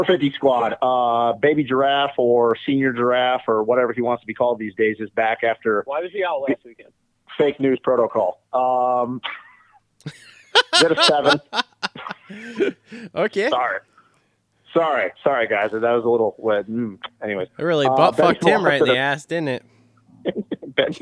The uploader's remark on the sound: get on the phone